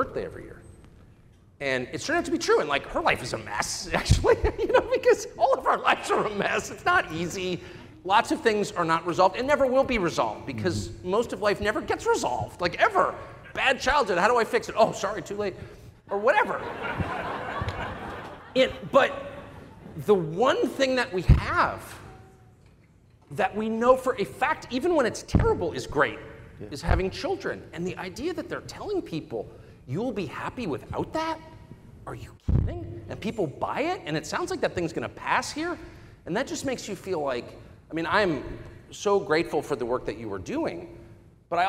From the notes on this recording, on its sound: keynote address from our 2023 Cleveland Celebration Gala